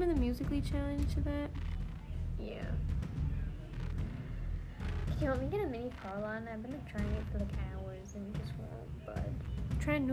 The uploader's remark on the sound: we answer questions while working live at the factory